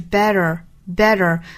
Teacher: T, a, t, t, better, better.那这个音呢，我们注意美式发法是有很大区别的。那美式发法是 better, better,也就是中间的这个 t 的发音呢，是发 flap t,发这个闪音 r,然后尾部呢又有个卷舌，所以说 r, better, better.